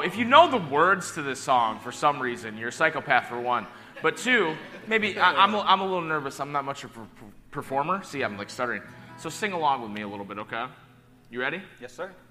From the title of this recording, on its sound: Live from RECONNECT YEAH